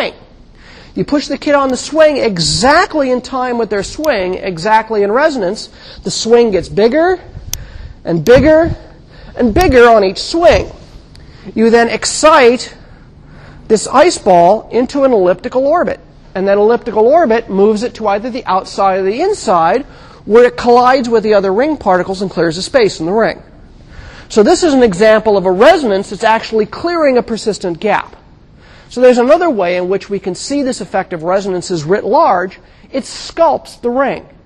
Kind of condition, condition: setting, large echoing room